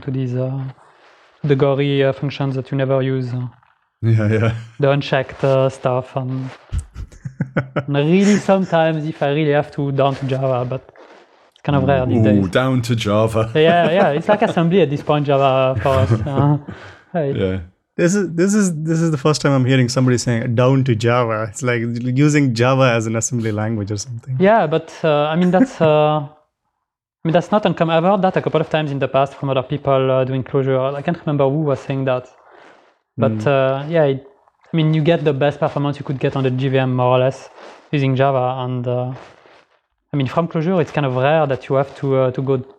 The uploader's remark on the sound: We know the track is slightly crackly but we think the content is good so we hope that it's good enough for the non-audiopholes out there